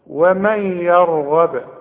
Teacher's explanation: هنقول ومن يا، والراء هي المفخمة، والغين كمان ما دام مفتوحة تبقى مفخمة. ومن يرغب، وانت لاحظت ان انا قلقلت الباء، هي مضمومة بس انا وقفت فلازم اقلقلها